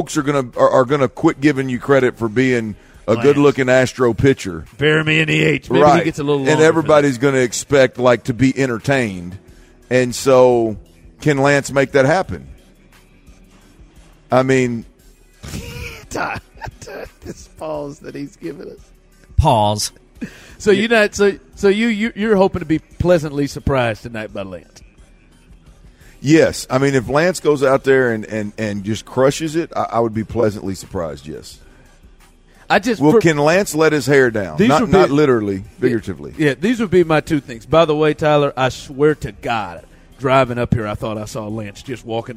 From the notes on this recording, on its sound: THE DRIVE is LIVE from the Red Carpet!